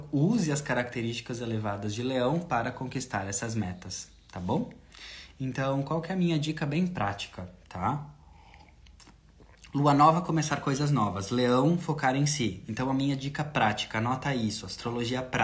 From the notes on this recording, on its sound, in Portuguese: Energias da semana (Live). Áudio extraído da Live Energias da semana.